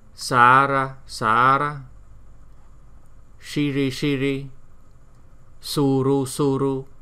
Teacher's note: mới đầu là không có cong lưỡi, rồi sau đó cong lưỡi, rồi sau đó không cong lưỡi